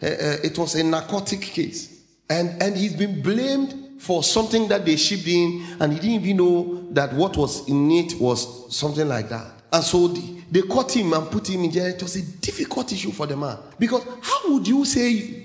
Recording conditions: large echoing room